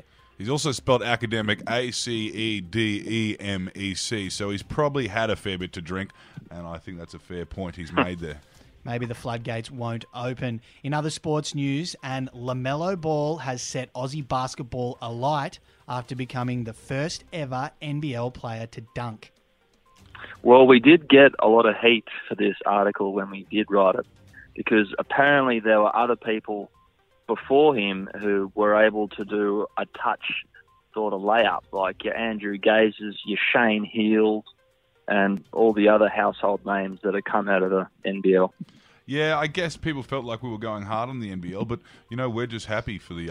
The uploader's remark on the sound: Phones in from Berlin.